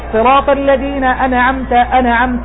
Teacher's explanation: قلقلة خاطئة لأن النون ليس من حروف القلقلة. فأي حرف ساكن غير الحروف الخمسة قطب جد لا تصح قلقلته.